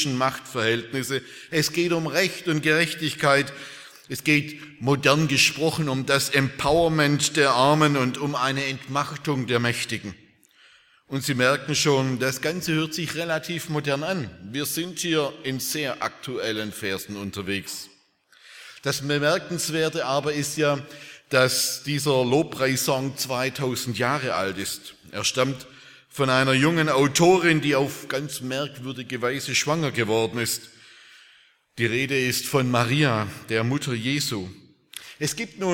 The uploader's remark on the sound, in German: Aus dem Gottesdienst der Liebenzeller Mission.